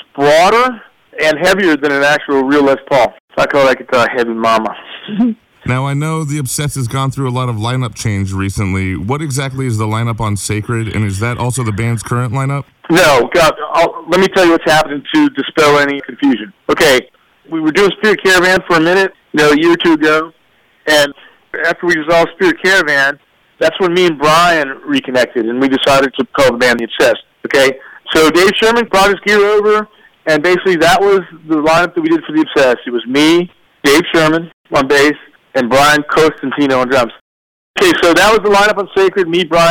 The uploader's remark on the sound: This phone interview